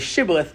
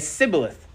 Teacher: They would say, Say shibboleth, but they couldn't say it they weren't able to say the sh sound, so instead of shibboleth, they would say sibboleth